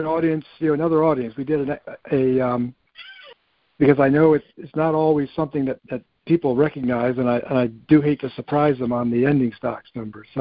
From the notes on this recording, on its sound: August 2023 Monthly Cotton Conference Call